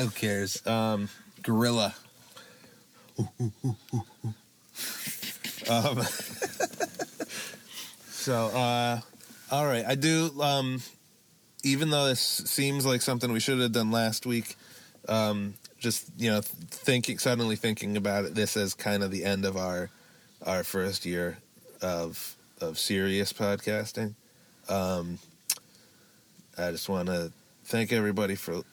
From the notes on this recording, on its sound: The Car-Cast. A free formed conversation in the car.